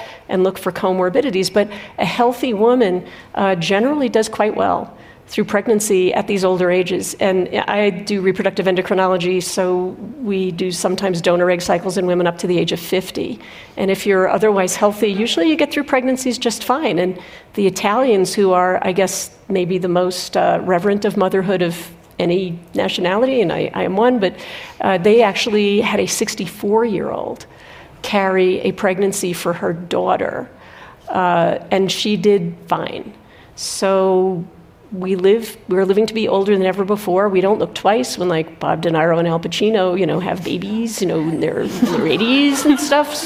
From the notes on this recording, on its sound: Two obstetrician and gynecologists meet on stage at the 2023 Aspen Ideas Festival.